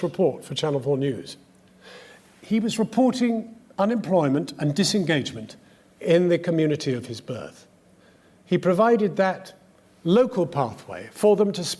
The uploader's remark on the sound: The full, unedited James MacTaggart memorial lecture, as presented at the Edinburgh international television festival 2017.